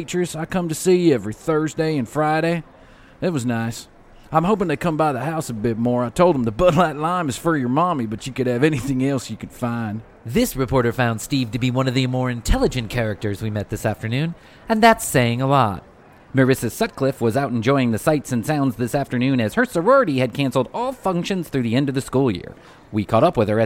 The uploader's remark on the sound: We get a live report from newly reopened mall